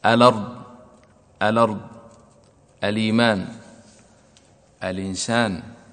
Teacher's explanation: ينقل حركة الهمزة إلى اللام الساكن قبلها وتحذف الهمزة